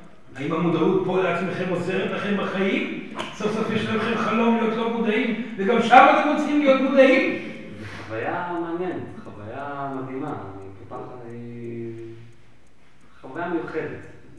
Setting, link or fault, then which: setting, live audience